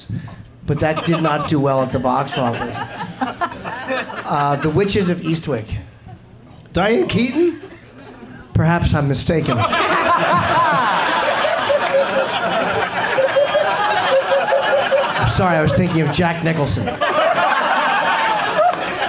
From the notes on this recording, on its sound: Live from The Punch Line in San Francisco